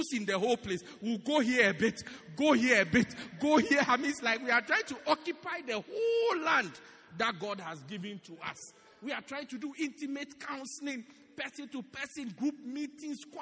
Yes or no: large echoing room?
yes